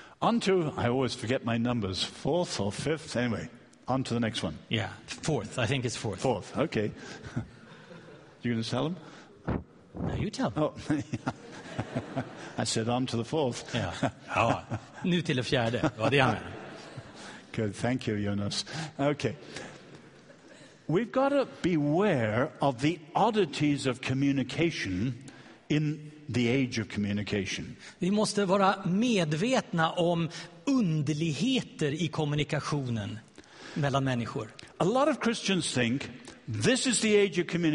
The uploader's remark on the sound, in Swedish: Inspelad vid Apologiakonferensen i G&#246;teborg 2012-09-28